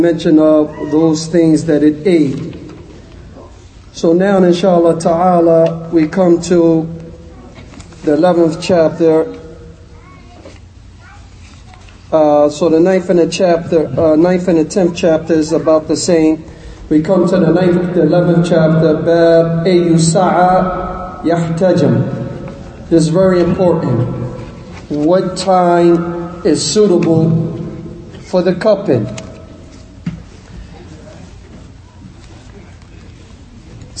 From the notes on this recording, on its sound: Lecture given at Masjid Nur Allah, Queens, NY